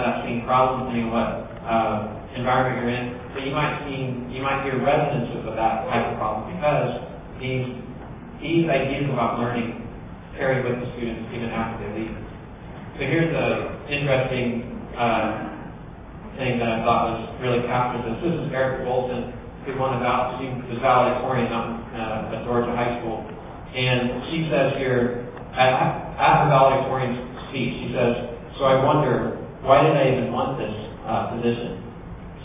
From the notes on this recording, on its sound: opening keynote at the 2013 Heartland eLearning Conference in Edmond, Oklahoma, at the University of Central Oklahoma